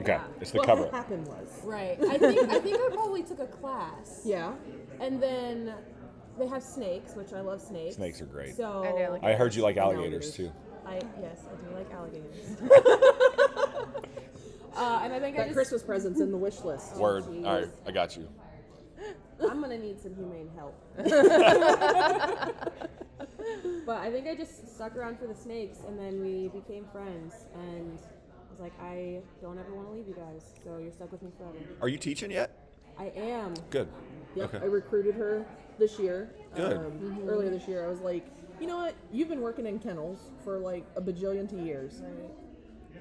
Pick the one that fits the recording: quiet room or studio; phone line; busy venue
busy venue